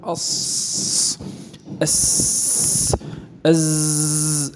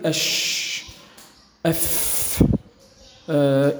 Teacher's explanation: هذه الحدة في الصوت أص أز أس، هذه الحدة هي مختصة بهذه الحروف الثلاث، وسبب وجود هذه الصفة أو هذه الحدة هو خروج أو مرور صوت هذه الحروف في مجرى ضيق · Shown in: first take